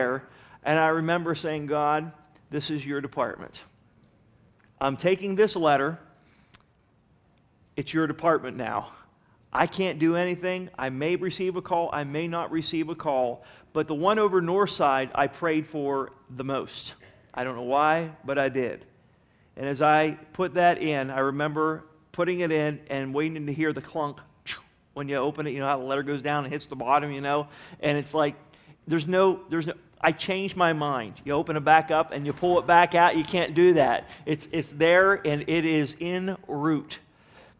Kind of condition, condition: setting, large echoing room